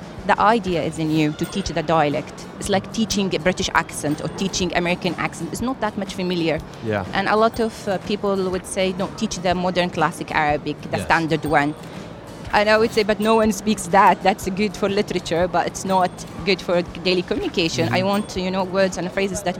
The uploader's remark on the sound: Live from SIBF 2023